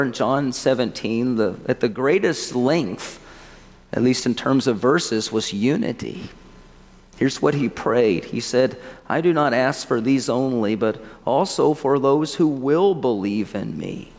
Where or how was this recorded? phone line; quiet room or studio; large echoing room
large echoing room